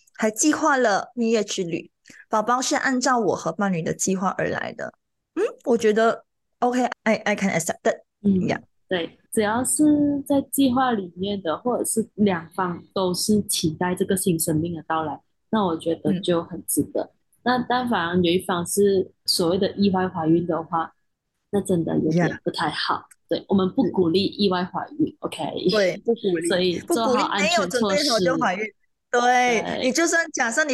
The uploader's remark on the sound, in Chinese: 所以选择了线上录音